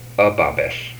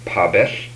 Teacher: These are voiced and voiceless bilabial stops.